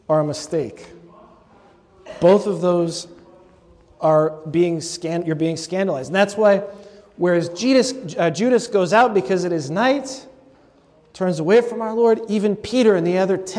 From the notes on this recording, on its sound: Delivered at a recent convocation of Catholic leaders in New Jersey.